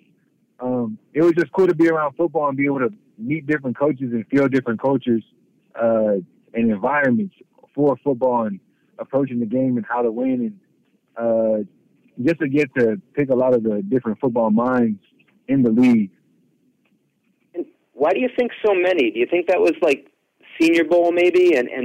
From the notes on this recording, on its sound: addresses the media during his conference call